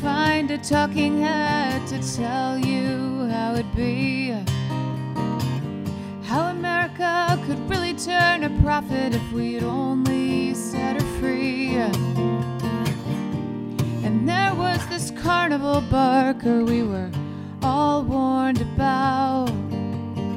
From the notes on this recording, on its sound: From the 2019 30A Songwriters Festival.